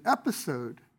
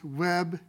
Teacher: Okay, the similarity that between the two words, web and episode, that is being used by this word is the sound eh, the vowel of web, which is the first vowel of episode, plus the p of episode is simply the voiceless version of the sound b of web